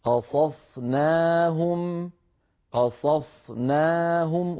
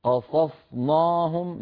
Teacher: نجعلها تتأثر بالصاد قبلها، يعني نقول قصصناهم قصصناهم ولا نقول قصصناهم، لا نفخم النون بسبب مجاورتها للصاد · Shown in: first take